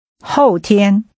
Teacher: Using falling and high-level tones, say the day after tomorrow.